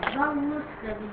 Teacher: ده التقاء ساكنين، الساكن الاول الواو، الساكن الثاني السين، حذفت الساكن الاول اللي هو الواو فبقت ضل السبيل · Term: حذف الساكن الاول